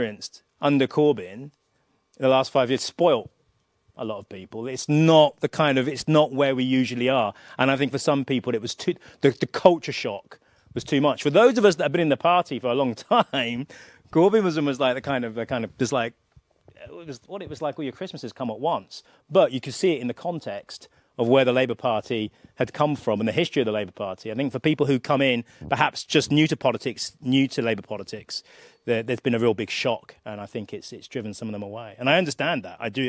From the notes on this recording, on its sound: joined me live at Labour Conference